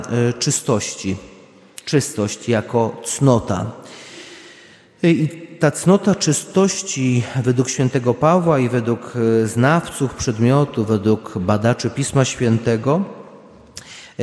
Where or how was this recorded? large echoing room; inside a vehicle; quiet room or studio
large echoing room